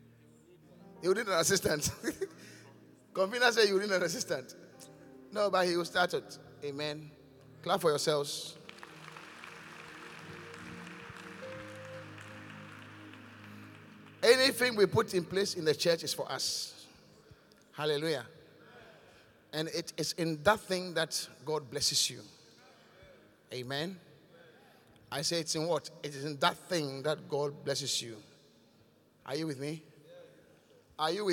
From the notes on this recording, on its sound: Encounter Service. Preached at The Qodesh.